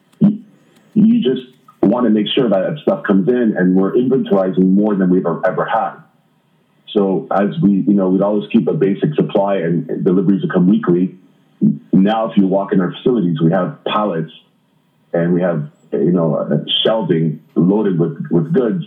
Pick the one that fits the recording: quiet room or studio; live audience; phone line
phone line